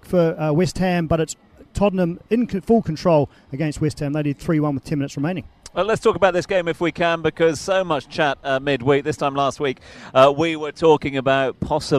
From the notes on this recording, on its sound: From the rooftop garden of Barasti